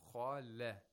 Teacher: When you say kha, your mouth is slightly rounded.